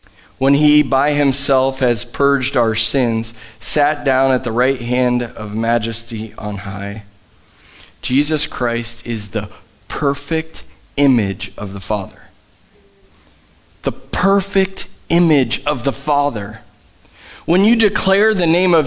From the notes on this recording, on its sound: Live from The Summit Church in Dover, OH